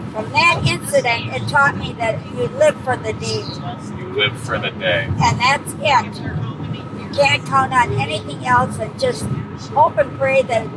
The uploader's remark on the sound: Live from a car ride to Ho Chunk Casino